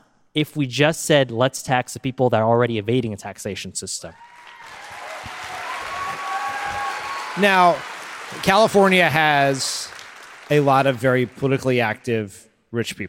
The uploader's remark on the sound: Live from San Jose!